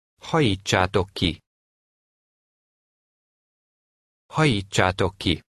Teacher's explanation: In this case, the TS combination has a long ch sound.